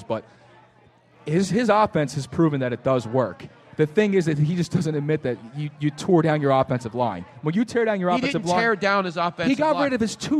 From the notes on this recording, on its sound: LIVE from the 1yr anniversary of Moonshine Restaurant in SPhilly. His Soundboard gets "christened" by a Pigeon.